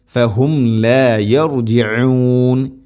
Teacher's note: യർജിഊൻ അയിന് ഉച്ചാരണം ശ്രദ്ധിക്കുക, തൊണ്ടയുടെ മധ്യഭാഗമാണ് അതിൻ്റെ മഖ്റജ്.